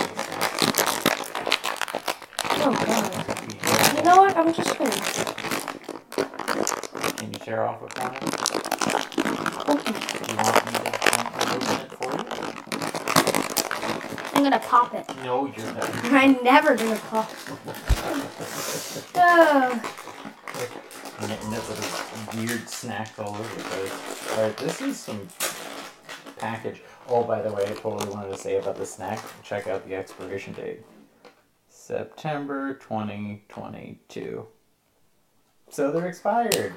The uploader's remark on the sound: we're sorry about the audio, something got messed up and we're just having to roll with it.